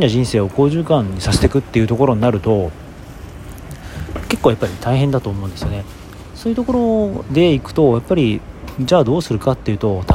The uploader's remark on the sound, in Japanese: 朝活をしているときに収録しました。外で収録しているので、雑音が入ってます。